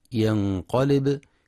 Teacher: ينتبه القارئ في كلمة ينقلب لسكون الباء فلا يقرأ بالضم ينقلب إليك، لأنه فعل مضارع مجزوم وعلامة جزمه السكون لأنه وقع جوابا للطلب.